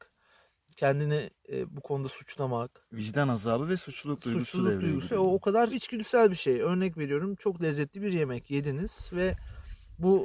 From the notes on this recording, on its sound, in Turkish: Özür dileriz: Bu bölüm açık havada sert bir rüzgar altında çekildiğinden ötürü bazı yerlerde yoğun bir arka plan sesi içermektedir.